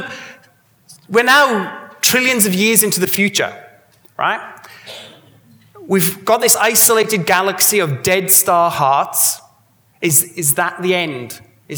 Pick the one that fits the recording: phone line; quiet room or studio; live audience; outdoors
live audience